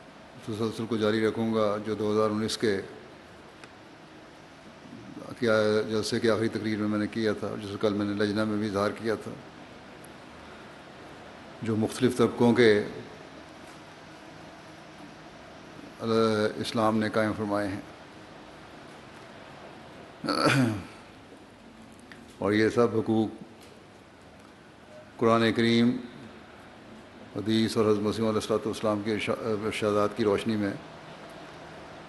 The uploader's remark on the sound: Concluding Address at Jalsa Salana UK 2021